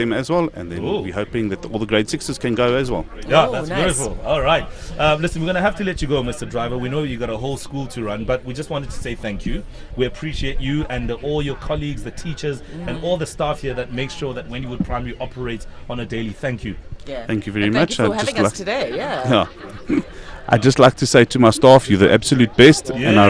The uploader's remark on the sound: Live from Wendywood Primary School in Johannesburg. TODAY’S OUTSIDE BROADCAST.